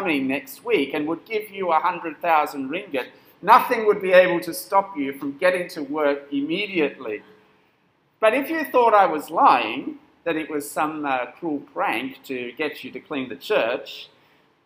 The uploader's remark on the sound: This sermon was preached at St Nicholas Home on 22nd April 2022.